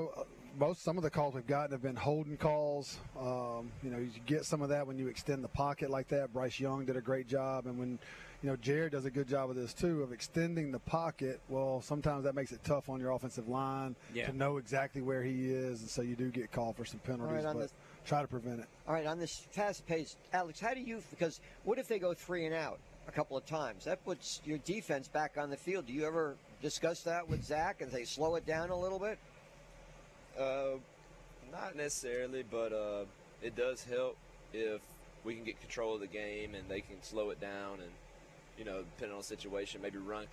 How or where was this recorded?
busy venue